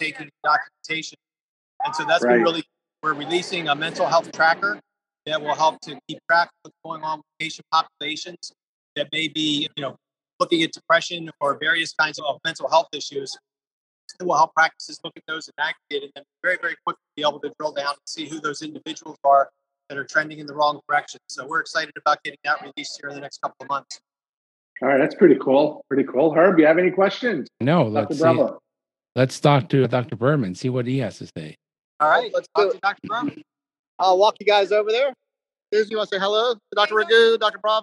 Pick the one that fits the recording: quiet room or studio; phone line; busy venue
busy venue